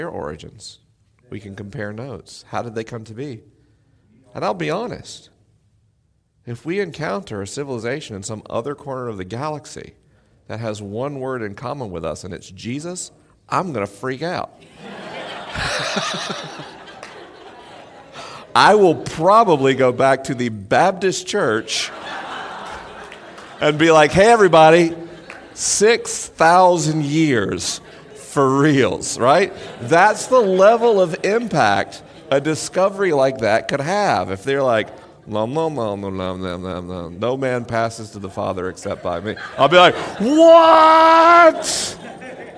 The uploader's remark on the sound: LIVE in Mission Hills, CA. This week is a live episode: the questions are unscreened and the answers are unrehearsed.